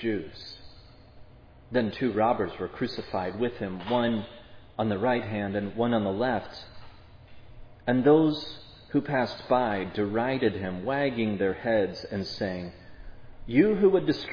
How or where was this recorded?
large echoing room